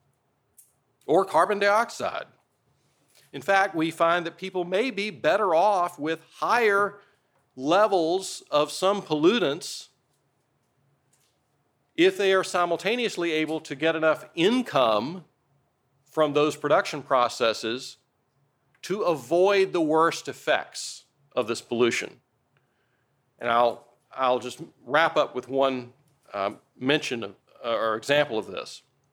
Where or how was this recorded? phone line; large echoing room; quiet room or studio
large echoing room